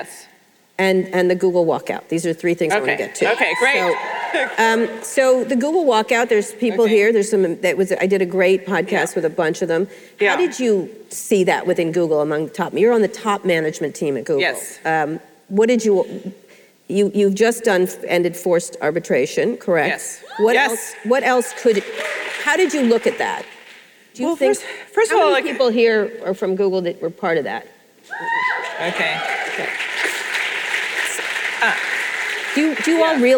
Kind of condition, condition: setting, live audience